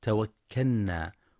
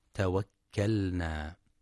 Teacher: يخطئ بعضهم فيقرأ توكلنا بإدغام اللام في النون، هكذا توكلنا، والصواب إظهارها توكلنا · Shown in: second take · Term: إظهار اللام